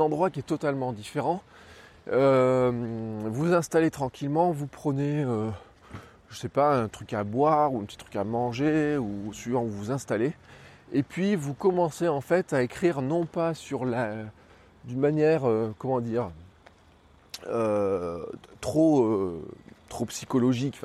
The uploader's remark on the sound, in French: j'enregistre ce podcast dans la rue avec simplement mon iPhone